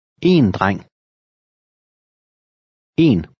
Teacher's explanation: You have one boy. In Danish, a boy and one boy sound almost the same, except that the word for one is emphasized more.